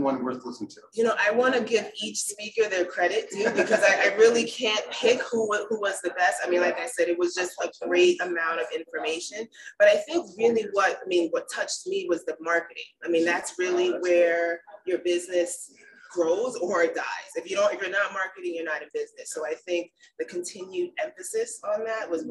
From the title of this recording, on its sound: Live from Las Vegas - Paper Source Conference